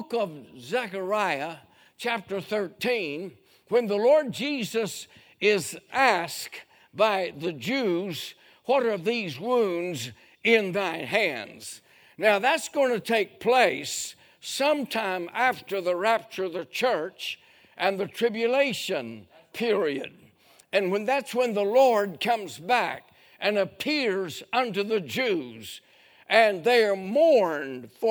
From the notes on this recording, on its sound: A sermon preached Sunday Morning during our Spring Jubilee